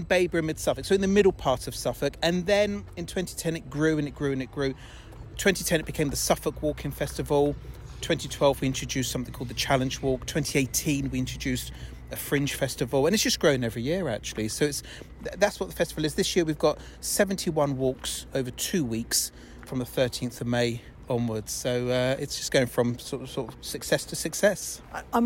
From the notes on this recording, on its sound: laces up her walking boots and takes her dog for a stroll